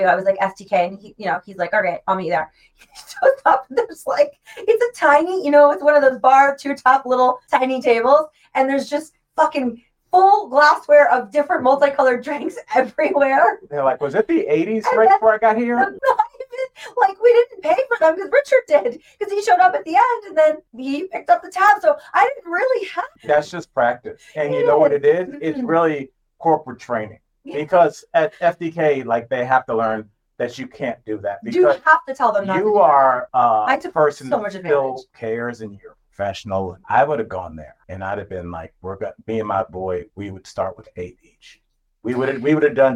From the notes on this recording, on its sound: We tried to work in some new technology and it kicked us directly in our auditory nether regions . The audio is not great.